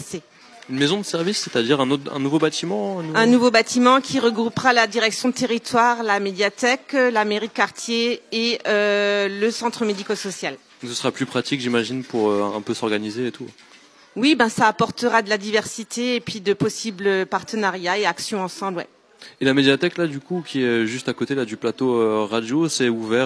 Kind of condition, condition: setting, outdoors